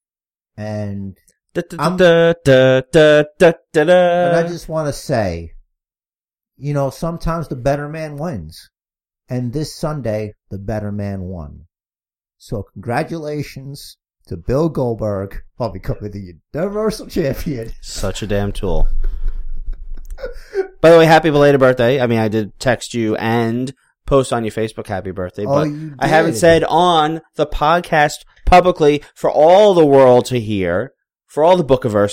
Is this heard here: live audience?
no